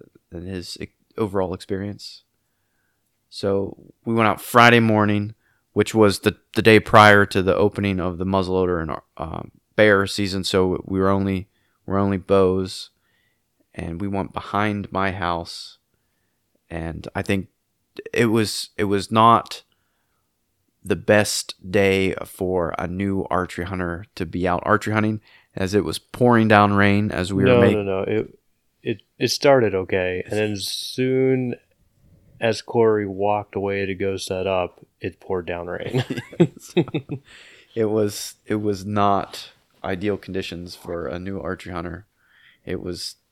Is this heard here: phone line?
no